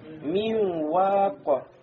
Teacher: А когда вау произносится, не прикасаются губы к зубам. Между губами остается фурджа.